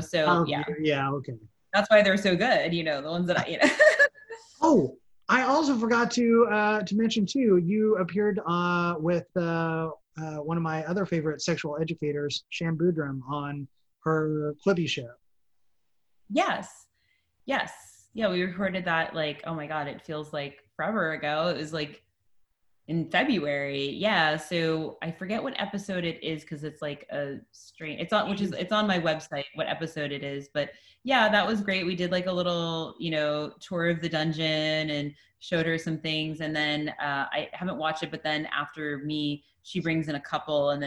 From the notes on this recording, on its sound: Recorded via Zoom